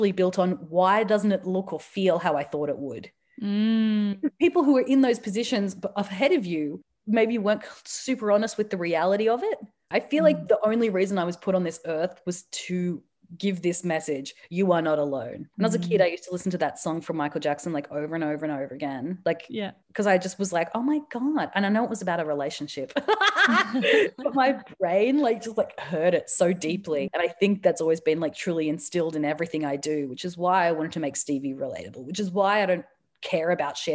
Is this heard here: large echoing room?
no